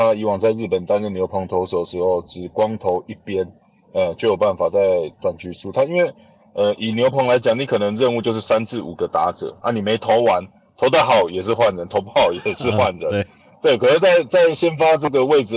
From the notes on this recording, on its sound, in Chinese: 在車上錄音 音質有些狀況 請大家見諒。